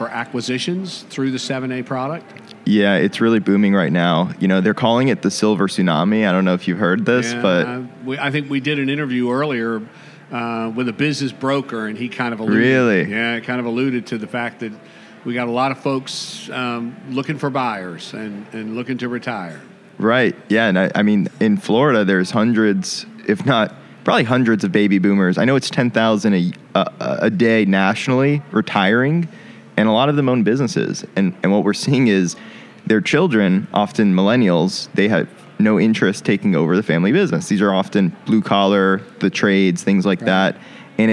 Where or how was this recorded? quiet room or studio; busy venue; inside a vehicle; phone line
busy venue